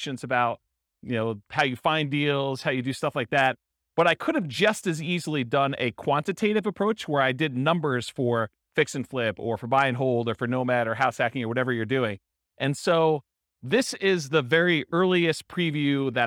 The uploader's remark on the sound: This was a live class recorded